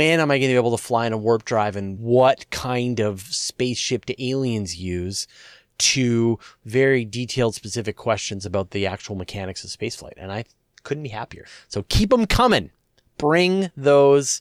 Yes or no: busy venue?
no